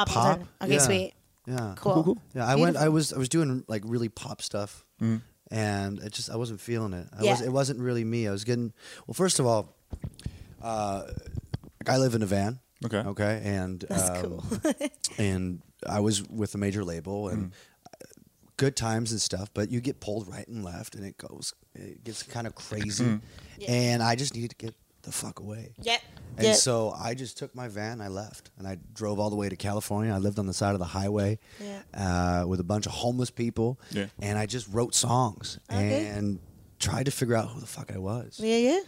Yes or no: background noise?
no